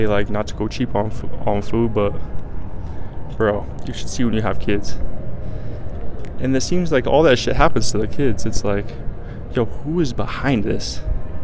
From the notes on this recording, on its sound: LIVE from Resorts World